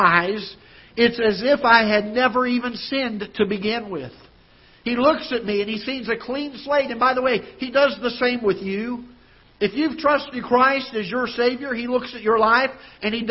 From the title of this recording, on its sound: Ketha Heights Baptist Church ~ Live Broadcast